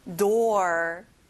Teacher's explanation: o가 두 개인데 oo 소리가 안 나고 or 소리를 내야 돼요.